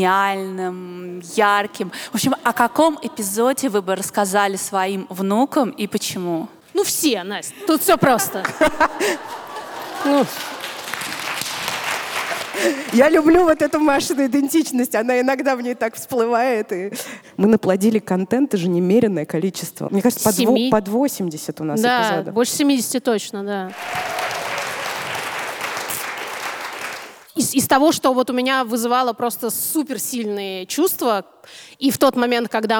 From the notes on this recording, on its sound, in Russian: Мы встретились со слушательницами (и четырьмя слушателями!) в ДК Рассвет, чтобы провести предновогоднюю открытую запись.